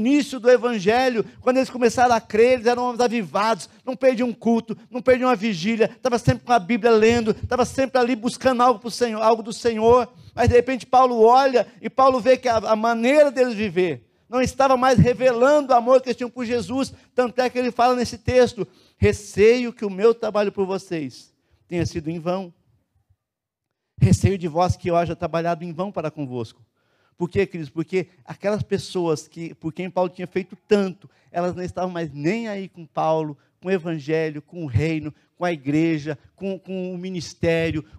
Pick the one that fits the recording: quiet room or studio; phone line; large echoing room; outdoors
large echoing room